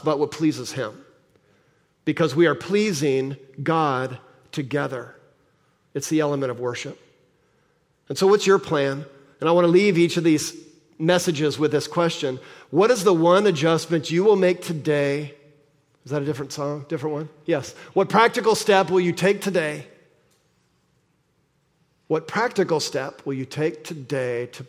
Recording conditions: large echoing room